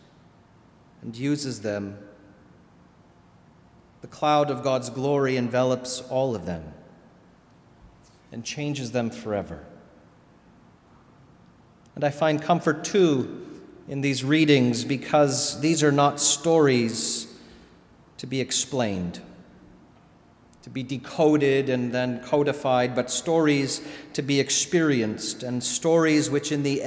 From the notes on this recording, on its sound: Sermon delivered at All Saints Kingsway